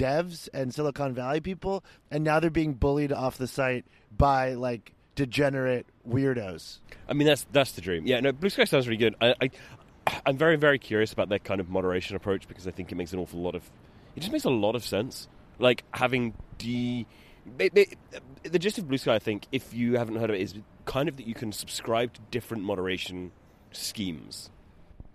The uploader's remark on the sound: we did a little recording session out in a park